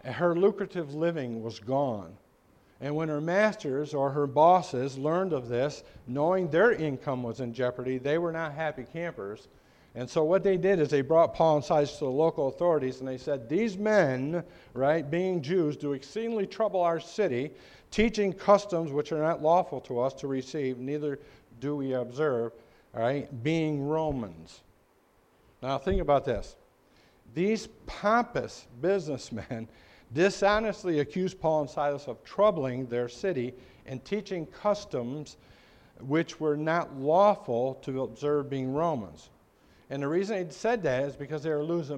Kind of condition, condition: setting, large echoing room